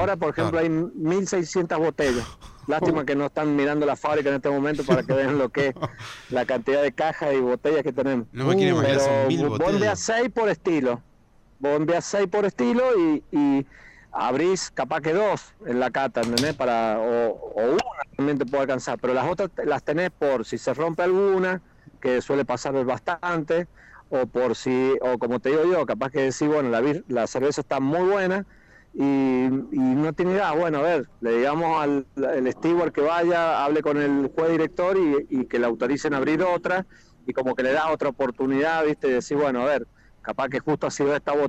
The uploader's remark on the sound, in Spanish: Charlamos por teléfono